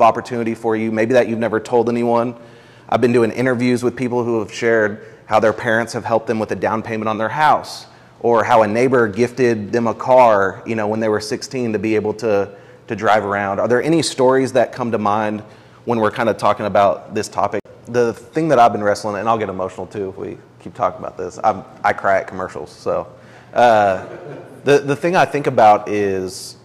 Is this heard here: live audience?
yes